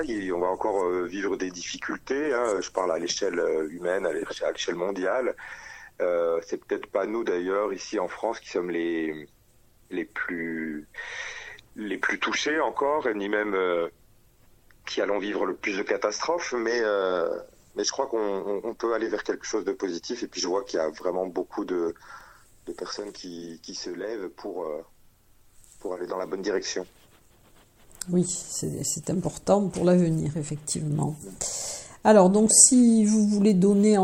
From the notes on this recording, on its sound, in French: Interview téléphonique